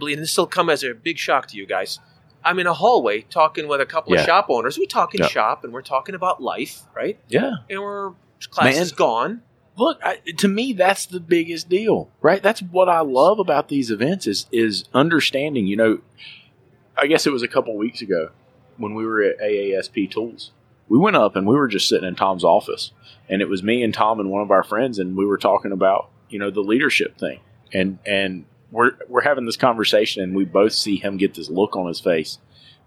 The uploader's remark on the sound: ASOG Podcast LIVE from AAPEX 2021